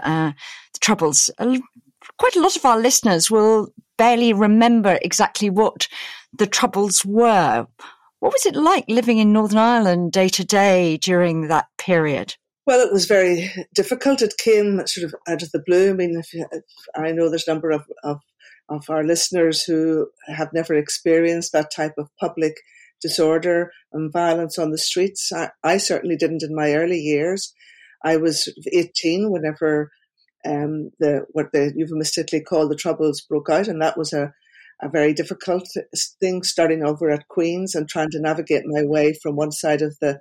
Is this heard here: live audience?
no